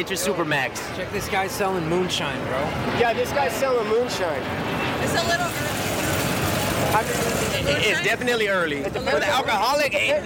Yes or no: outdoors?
yes